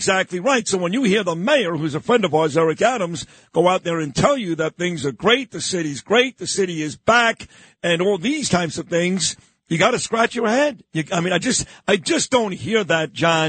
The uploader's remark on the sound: calls from London